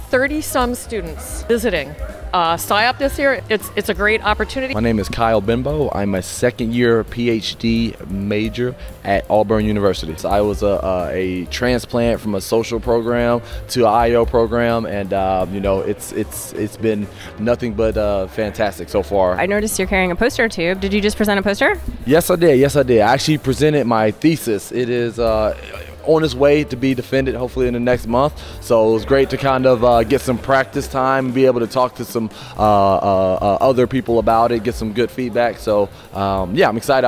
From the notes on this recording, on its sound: A Marathon of Conferencing at SIOP 2023. Interviews attendees and presenters at the 2023 Annual Conference of the Society for Industrial and Organizational Psychology, held in Boston.